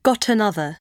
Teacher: Son palabras que lo juntamos, consonante con vocal. El sonido de la consonante pasa a la vocal.